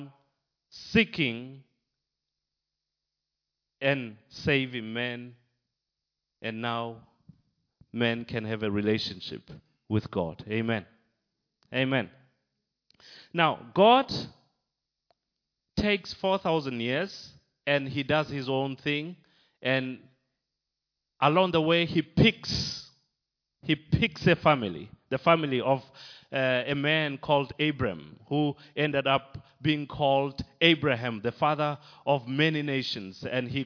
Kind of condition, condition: setting, large echoing room